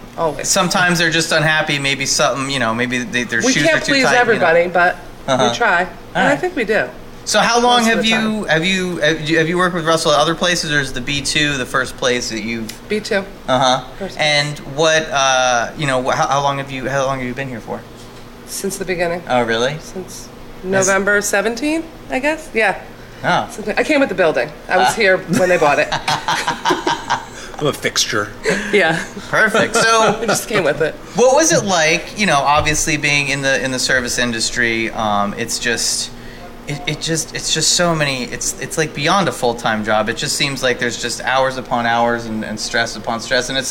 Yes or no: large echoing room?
no